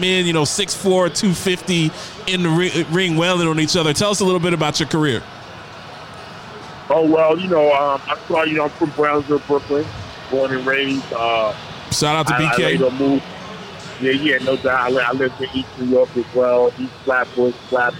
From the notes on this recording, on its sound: LIVE from Dave and Buster's